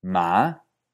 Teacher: empieza en un nivel más o menos medio y se eleva a un nivel más o menos alto · Term: El segundo